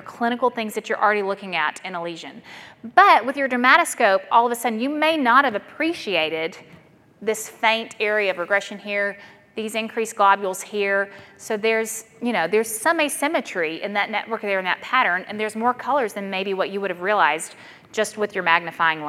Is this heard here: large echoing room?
yes